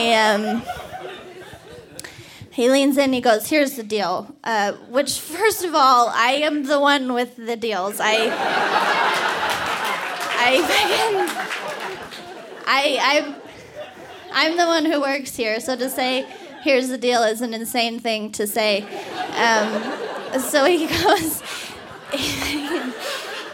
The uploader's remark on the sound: told this story live at the Buntport Theater on November 20, 2019.